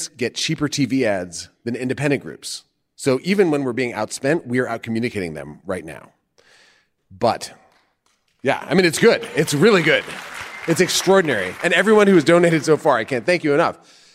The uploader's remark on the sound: Live from Wisconsin!